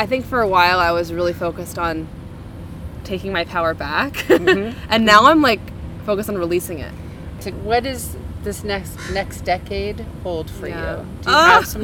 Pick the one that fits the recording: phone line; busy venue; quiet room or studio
busy venue